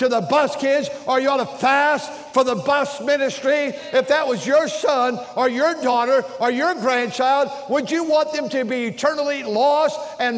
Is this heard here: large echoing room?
yes